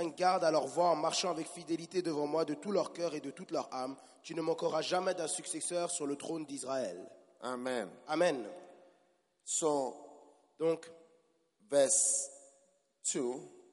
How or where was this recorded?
live audience